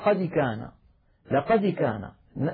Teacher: الدال تميل إلى الكسر ميلا واضحا